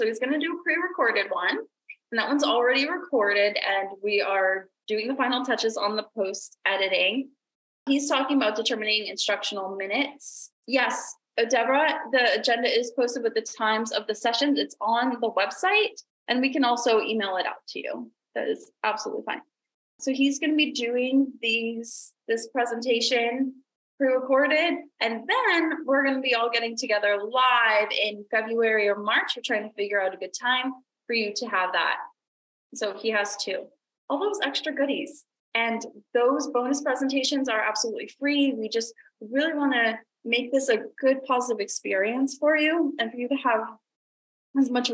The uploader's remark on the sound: The replay of the free live training webinar that we held last week. We also have a short Q&A session by the end of the webinar.